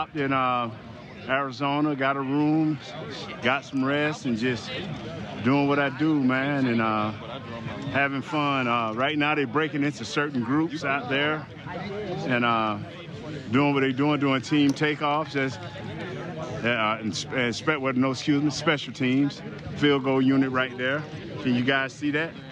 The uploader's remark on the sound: Joins the show live from Dallas Cowboys Training Camp in Oxnard, CA - just in time for the first padded practice of camp.